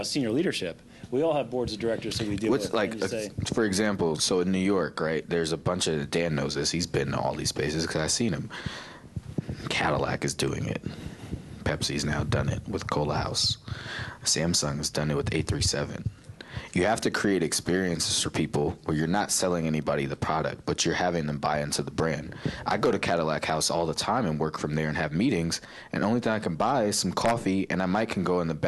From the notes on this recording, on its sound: In this episode, I'm at A3C Hip Hop Festival and conference